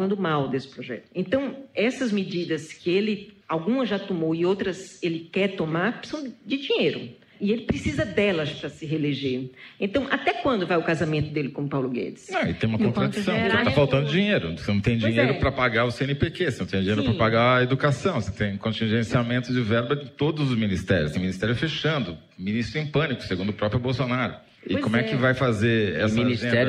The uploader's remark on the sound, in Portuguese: Em edição gravada ao vivo na 2ª Maratona Piauí CBN de Podcast